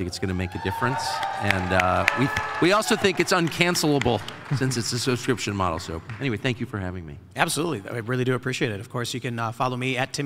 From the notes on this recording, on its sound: LIVE From TPUSA AMFest. LIVE at America Fest 2023 in Phoenix, Arizona.